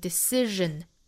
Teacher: 中间的这个 c 的字母要发成一个清辅音的那后面的这个 sion 本身发音应该是审，因为前面有元音因素了，那相当于要把这个 sh 浊化成 r